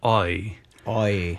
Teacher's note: For example, the long I sound that you hear in I in there, he tells us that it starts in the back of the mouth, more of an oi